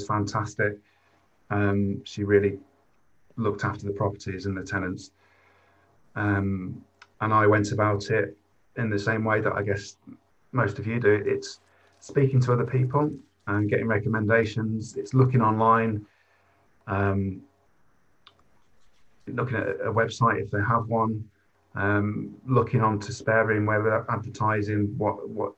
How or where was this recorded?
video call